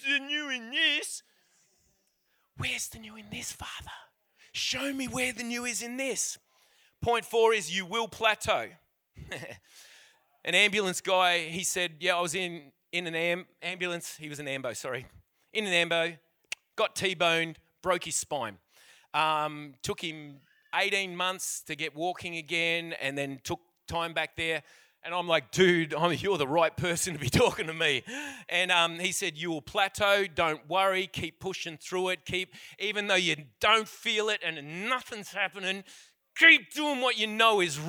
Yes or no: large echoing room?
yes